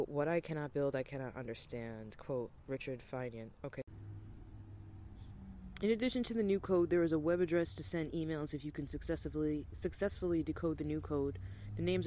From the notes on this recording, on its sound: Sorry I was outside so the audio isn’t so great, best to listen with headphones